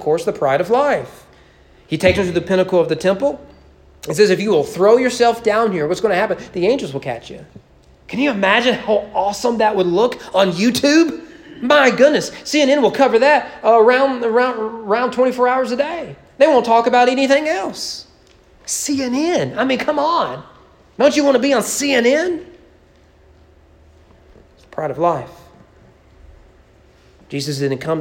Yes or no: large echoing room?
yes